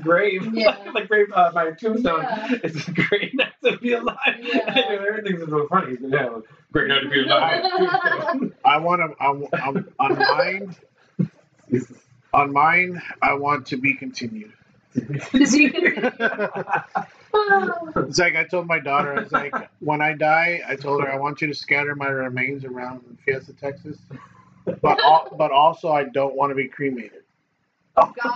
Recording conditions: poor sound quality